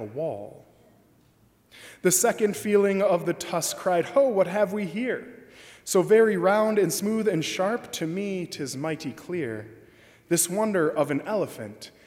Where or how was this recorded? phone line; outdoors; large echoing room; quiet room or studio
large echoing room